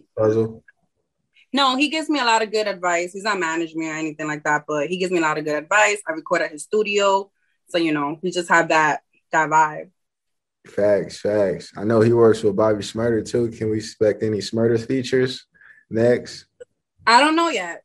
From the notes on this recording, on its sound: interview on The Leo Black Show zoom